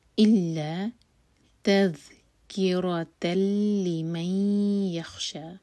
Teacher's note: تامر وذا کی تنوین کے بعد لام ادغام بغیر غنہ کی، اس کے بعد من یخشى، یہ ادغام غنہ کے ساتھ.